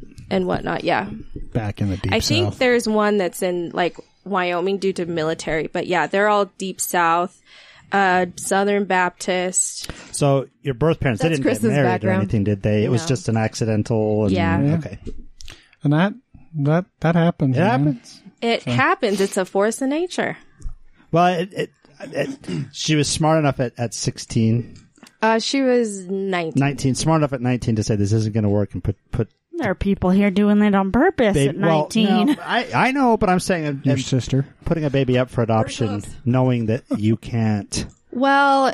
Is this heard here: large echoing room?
no